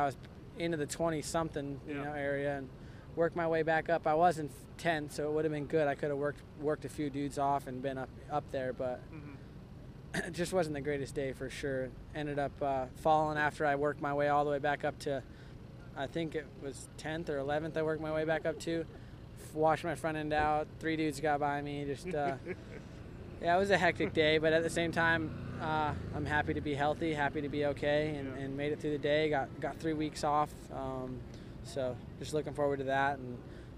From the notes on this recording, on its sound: Post-race interviews from the motherland.